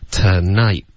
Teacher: tonight 的结尾的特的音呢我们就会省略，记得省略一个特的音呢，我们还是需要一个干脆的停顿，你的舌尖得顶着上颚准备爆破发一个 t 的音，只是别发出来而已，所以是 tonight, okay?好，那从头呢，我们就有 David's gonna propose to Phoebe tonight.哦，已经被老师给变化成了 David's gonna propose to Phoebe tonight.